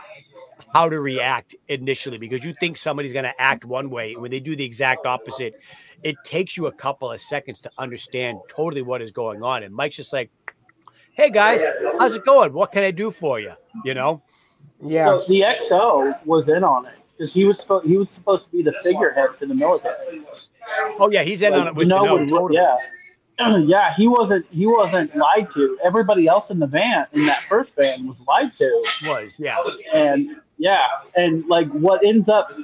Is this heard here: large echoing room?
no